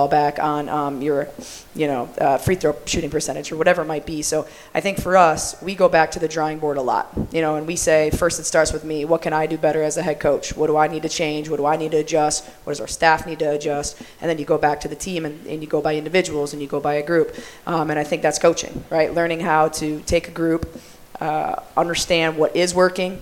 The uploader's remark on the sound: Our first show, held live at Cafe 210 in downtown State College